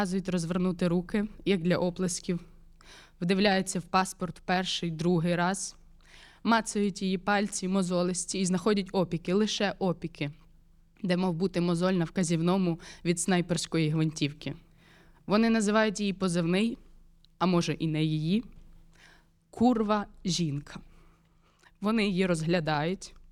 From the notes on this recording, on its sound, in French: Enregistrement : Théâtre du Soleil, le 11 février 2024.